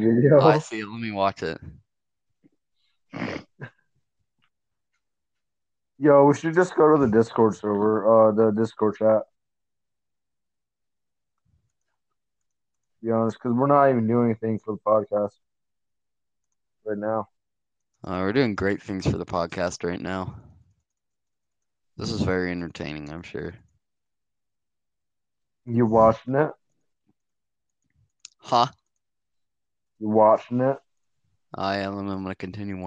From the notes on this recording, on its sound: our mics keep cutting out